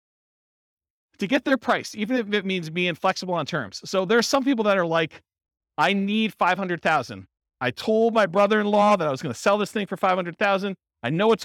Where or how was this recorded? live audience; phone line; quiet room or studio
live audience